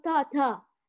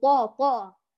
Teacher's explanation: يعني الطاء ليس بمرقق، الرقة هذه صفة ضعف، هو حرف مستعلي مفخم · Shown in: second take · فلا نقول تا تا بل نقول طا طا، فهذا جعله قويا.